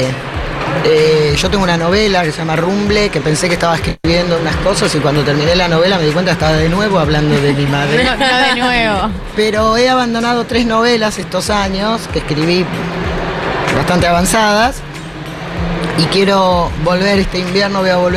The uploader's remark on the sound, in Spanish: ¡Desde La Feria del Libro! Los problemas de sonido no son importantes porque tuvimos un programón en La Feria del Libro!